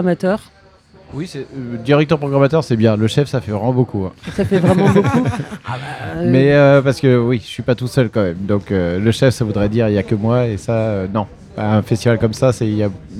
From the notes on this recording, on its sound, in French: L’amusicale au Festival Beauregard 2022. En direct de l'espace presse du Festival Beauregard 2022 à Hérouville-Saint-Clair (14) avec les radios associatives musicales en Normandie de L'amusicale.